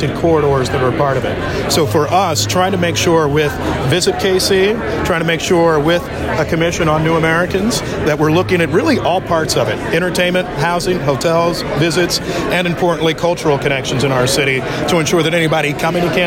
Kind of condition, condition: setting, busy venue